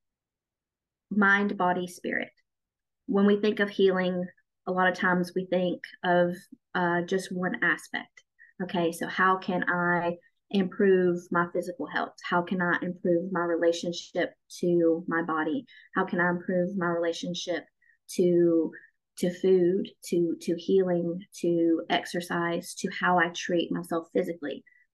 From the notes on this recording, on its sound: I wanted to share the live call that we did in the Chasing Spirituality Community this month. Each month, we have a live zoom call in the community.